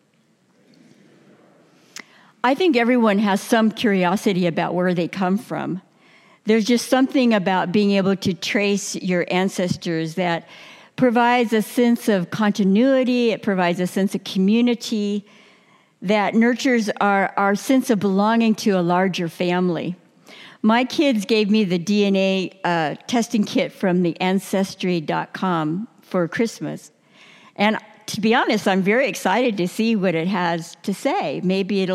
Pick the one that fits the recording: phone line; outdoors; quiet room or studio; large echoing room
large echoing room